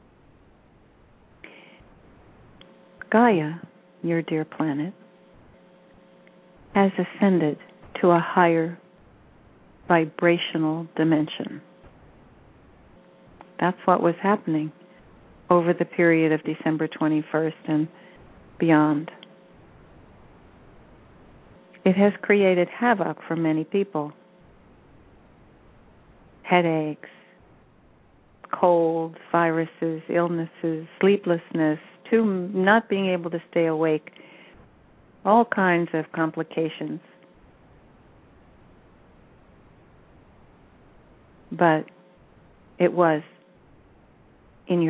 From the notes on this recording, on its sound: She will do a channeling session live so callers can call. Personal responses to callers during the special call-in segment.